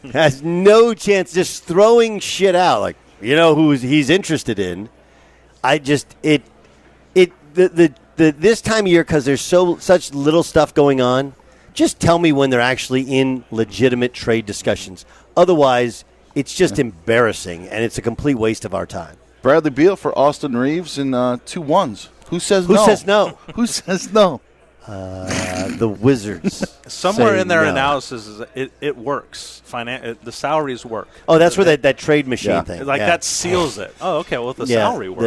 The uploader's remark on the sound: Broadcasts live from the US Open at the Los Angeles Country Club.